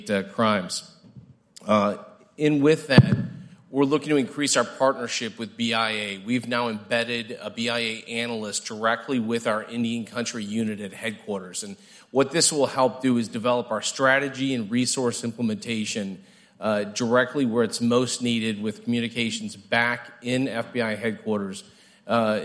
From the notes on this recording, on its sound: The panel took place during the morning session of the White House Tribal Nations Summit.